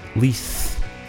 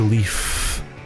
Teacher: That's dental fricative, labial fricative